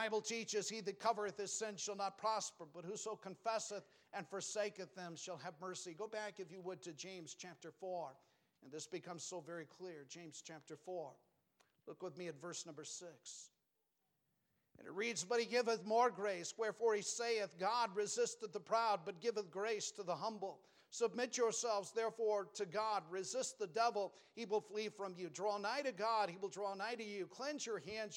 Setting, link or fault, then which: setting, large echoing room